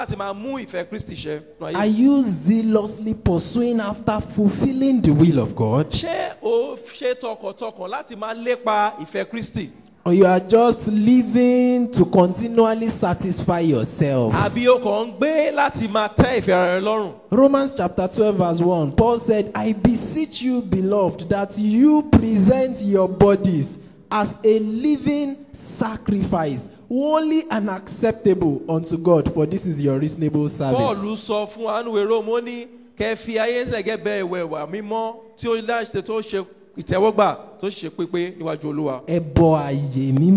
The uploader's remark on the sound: Preached at TAC Powerline District, Lagos Nigeria.